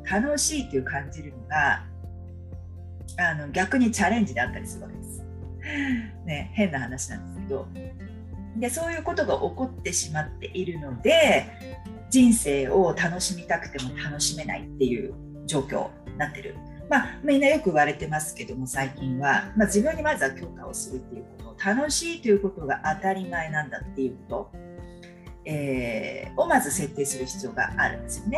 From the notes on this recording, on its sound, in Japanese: インスタライブの録音編集をお送りします。